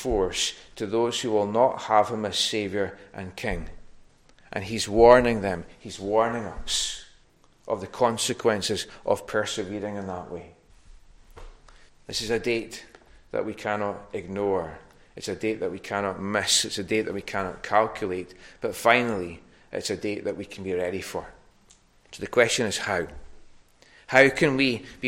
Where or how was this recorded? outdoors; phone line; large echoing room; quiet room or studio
large echoing room